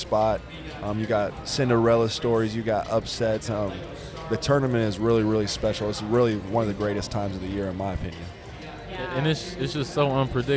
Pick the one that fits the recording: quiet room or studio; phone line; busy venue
busy venue